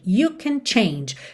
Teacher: o can, quando é na afirmativa, frequentemente ela é uma palavra mais fraca. Ou seja, you can change.